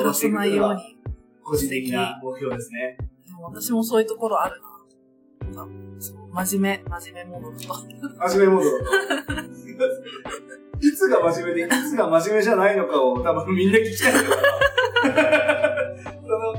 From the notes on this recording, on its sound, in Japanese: 録音機材トラブルのため音質が、通常より粗めとなっております。